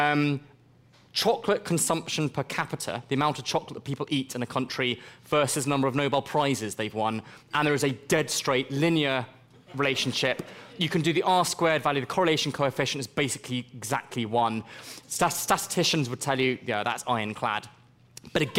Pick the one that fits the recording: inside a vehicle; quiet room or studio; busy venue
busy venue